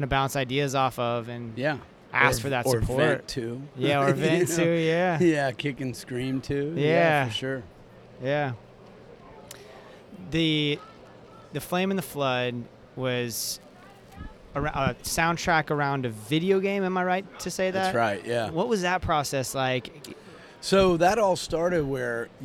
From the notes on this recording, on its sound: We caught up at the Sing Out Loud Festival in St.